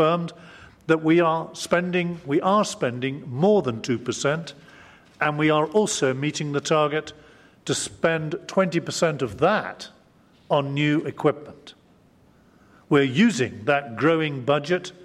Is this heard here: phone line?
no